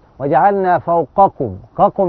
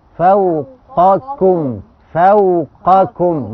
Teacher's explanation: القاف مفخمه ولا مرققه والكاف مرققة · Shown in: second take